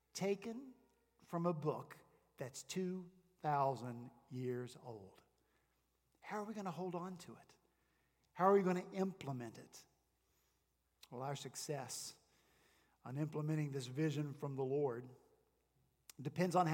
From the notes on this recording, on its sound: Our senior pastor preached again on Sunday, February 16 at Redeemer Presbyterian Church in Charleston, SC.